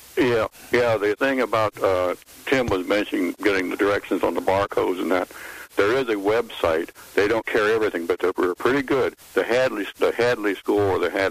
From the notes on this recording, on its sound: The coffee club where our pannel and you discuss a wide variety of topics and take your live calls. Live demos of products.